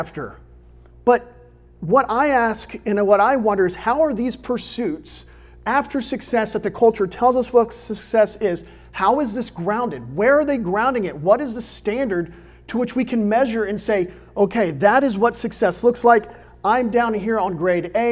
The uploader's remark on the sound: recorded on May 10, 2022 at Olive Baptist Church in the young adult ministry Crossroads.